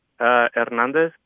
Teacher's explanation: You really don't sound the H